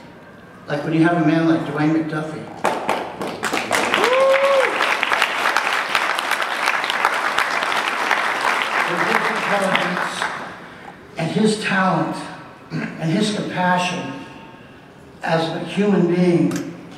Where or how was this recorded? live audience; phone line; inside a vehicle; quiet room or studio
live audience